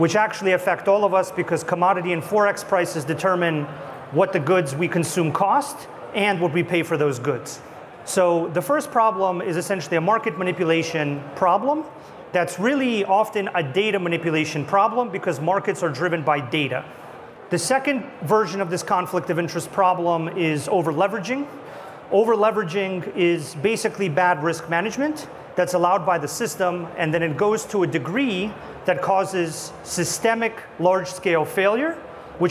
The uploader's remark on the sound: A Consensus 2023 panel